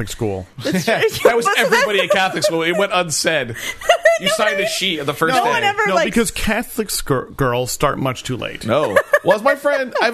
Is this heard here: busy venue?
no